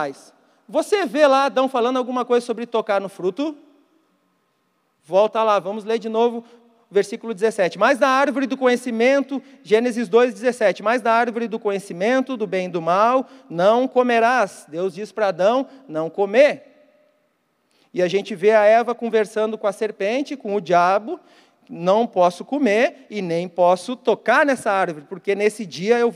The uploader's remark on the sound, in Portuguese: Mensagem ministrada ao vivo na Igreja Evangélica Verbo da Vida Porto Alegre - RS